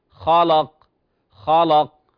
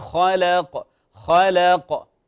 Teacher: لاحظ الخاء تفخيم، طيب والقاف تفخيم، اللام في الوسط، في الوسط ترقيق · Shown in: second take